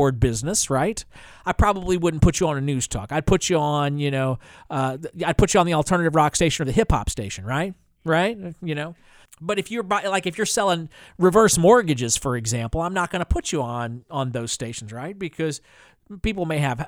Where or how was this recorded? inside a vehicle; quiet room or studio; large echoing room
quiet room or studio